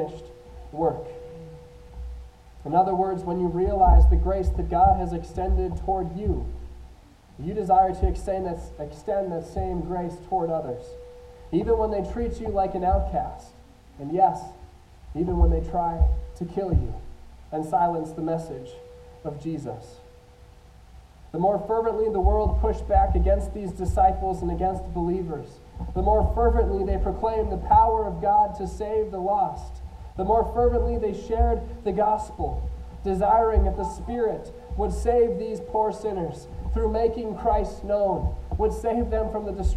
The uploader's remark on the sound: I apologize for the sound quality, we are working through some technical difficulties but will hopefully get it fixed next week.